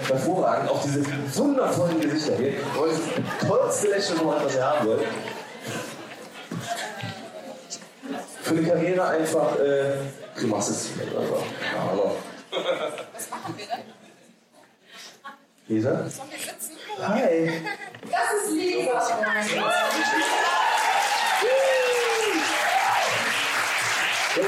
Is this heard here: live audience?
yes